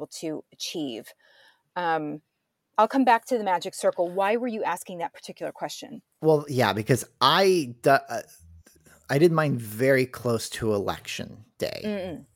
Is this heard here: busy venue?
no